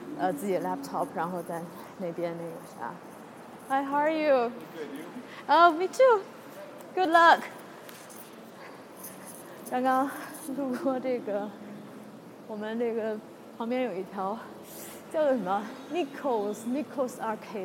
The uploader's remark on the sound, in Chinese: 在Ann Arbor Summer Festival Rackham Stage前。演出的一小段现场，夹杂我俩的闲聊。